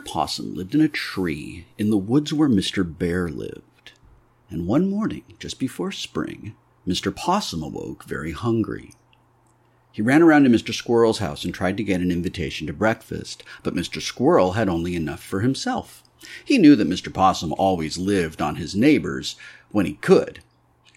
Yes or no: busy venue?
no